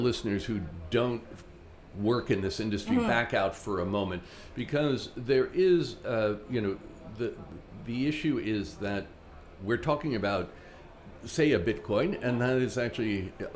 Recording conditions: busy venue